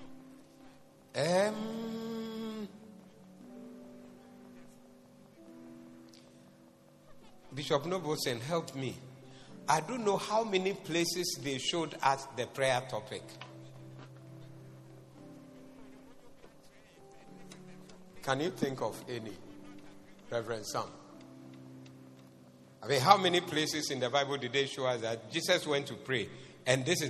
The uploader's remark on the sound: Preached at the Zeloo Service